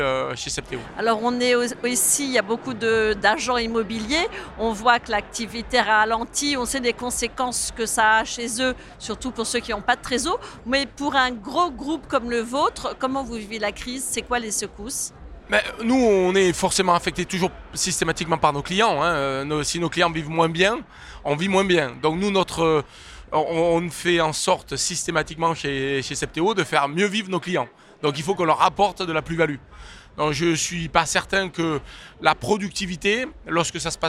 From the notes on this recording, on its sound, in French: Cette interview a été enregistrée en live du 10ème Salon RENT.